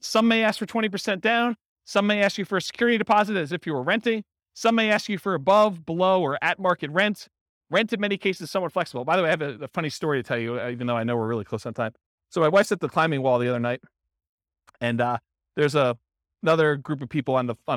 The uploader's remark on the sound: This was a live class recorded. In Santa Clarita, California.